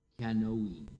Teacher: In some speakers, the last syllable is almost unheard, whereas in others, it is lengthened out to a long I sound, like Kianoime.